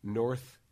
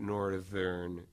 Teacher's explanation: So north is unvoiced, but northern is voiced.